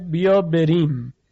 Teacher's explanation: در کلمه بریم میبینیم که حرف را ترقیق میشه، اما نه مثل عربی، یعنی نه به ظرافت عربی، معتدل تره.